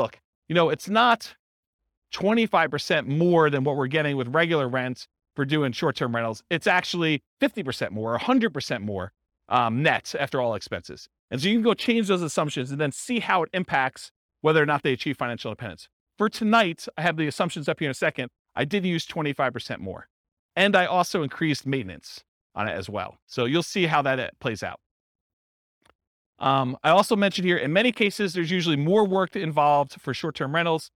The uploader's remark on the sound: This was a live class recorded